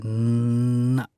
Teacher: Carabku dhabxaniga kor ayuu ku dhagayaa. Hawadu wax ka baxaysaa sanka. · Term: xarafka na